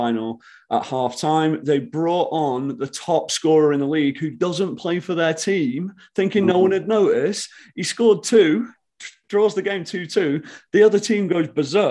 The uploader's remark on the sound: we're hitting Zoom for this weeks pod!